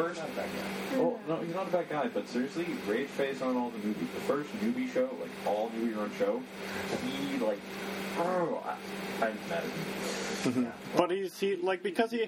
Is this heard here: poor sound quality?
yes